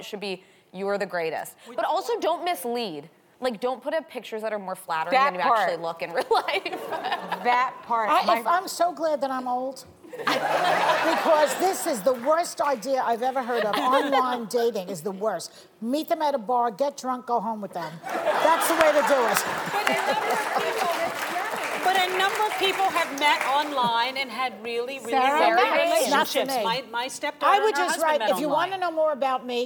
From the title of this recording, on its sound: The Co-Hosts Answer Studio Audience Questions!